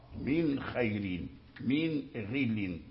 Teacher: تظهر النون عند الخاء والغين، لأن لا إخفاء ولا إدغام · Term: الإظهار